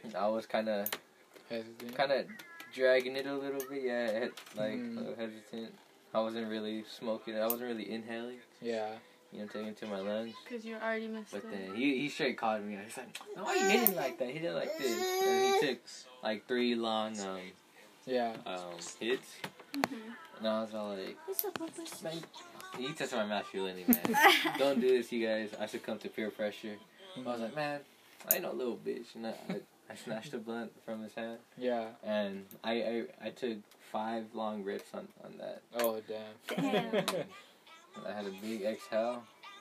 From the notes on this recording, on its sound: there is a lot of background noise